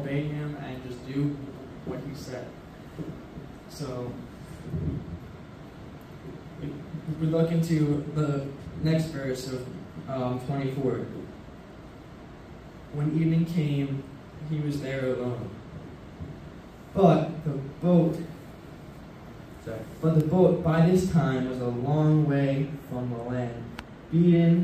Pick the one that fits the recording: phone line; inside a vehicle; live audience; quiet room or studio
live audience